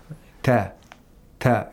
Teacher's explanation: It does not have aspiration, so to speak.